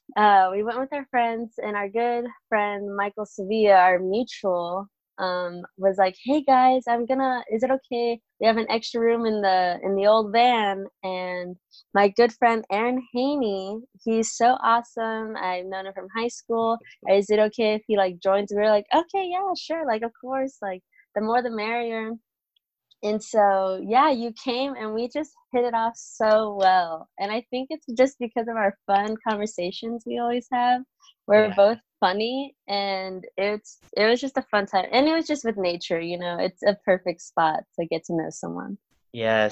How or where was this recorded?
video call